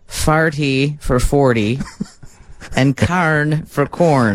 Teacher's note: Native speakers swap the AR sound for OR, as in farty for 40. And carn for corn.